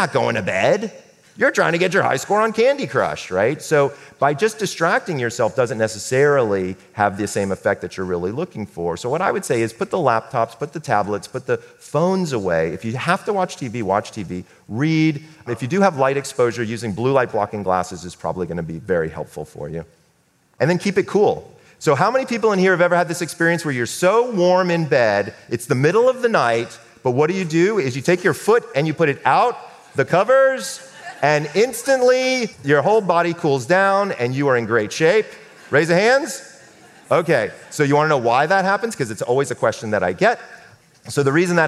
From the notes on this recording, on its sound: Stage talk recorded with a live audience before the lockdown.